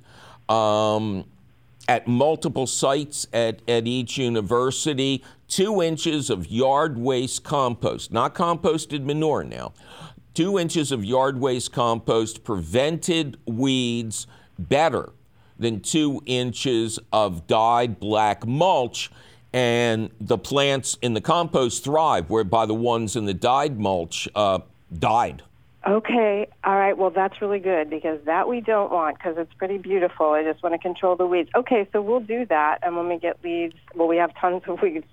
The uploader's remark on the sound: Otherwise, its a fabulous phone call question show, cats, and kittens!